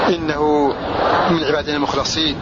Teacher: قرأ نافع والكوفيون بفتح اللام في لفظ المخلصين